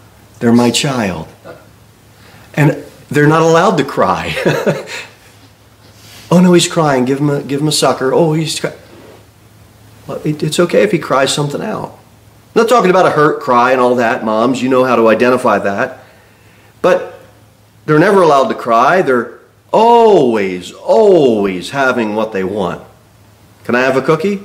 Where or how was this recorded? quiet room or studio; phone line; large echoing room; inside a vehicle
large echoing room